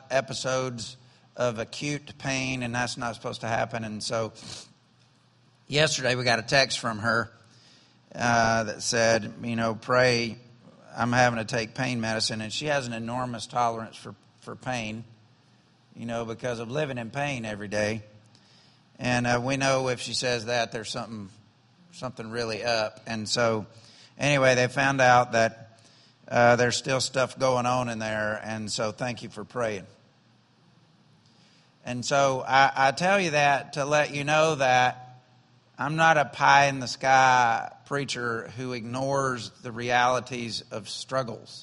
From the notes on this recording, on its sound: Was recorded on September 10, 2017, during Sunday morning service at Celebration Life Family Church.